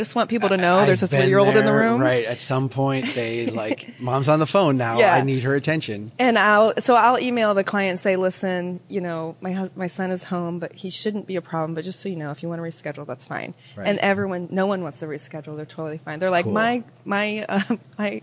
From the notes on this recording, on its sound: Reporting live from CNU24 in Detroit